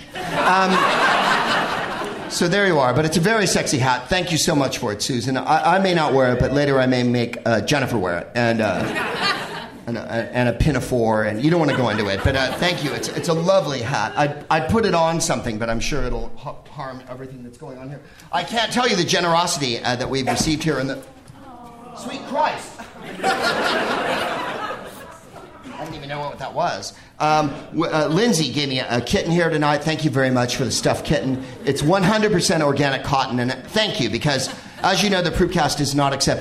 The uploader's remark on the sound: Live from the Bell House in Brooklyn